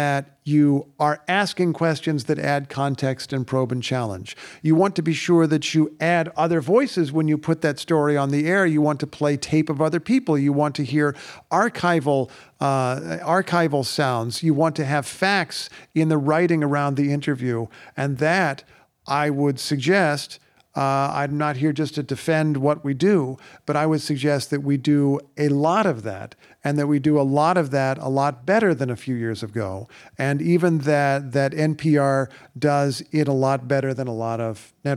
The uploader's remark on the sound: Recorded before a live audience at WBUR’s CitySpace.